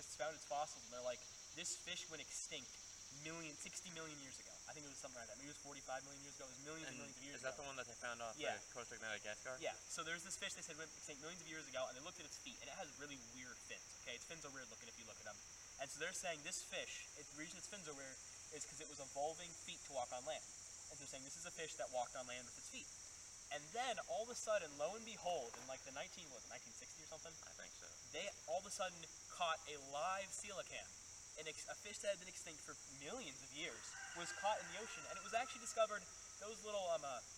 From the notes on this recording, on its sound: we decided to record on an island in a river today so it might be hard to hear and you might hear other noises